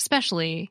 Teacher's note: A similar phenomenon happens in especially, pronounced specially. The first syllable is weak and is deleted. · Term: weak syllable elision